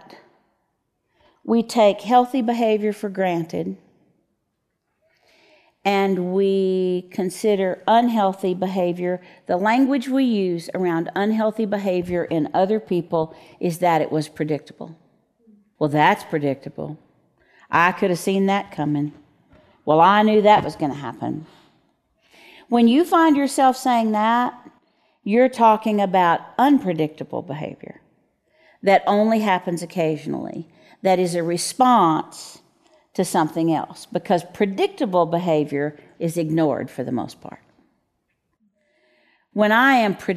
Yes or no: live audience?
yes